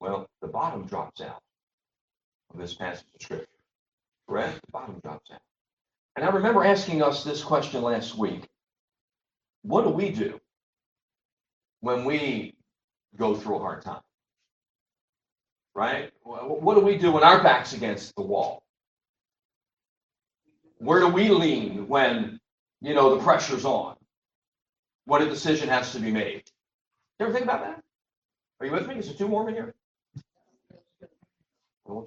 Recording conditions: poor sound quality